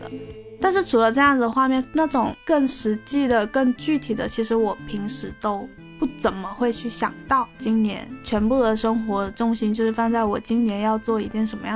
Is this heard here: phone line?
no